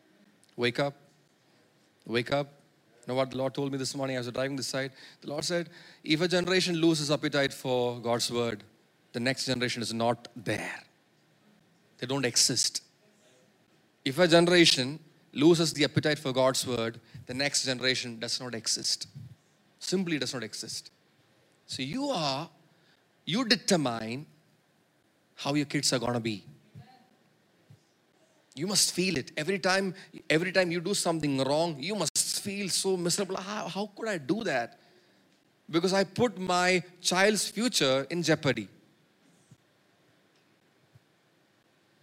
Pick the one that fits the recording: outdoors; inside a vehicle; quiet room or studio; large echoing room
large echoing room